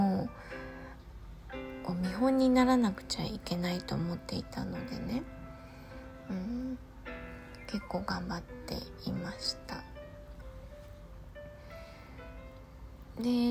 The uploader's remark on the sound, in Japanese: 息子の寝息が入っていますが通常です。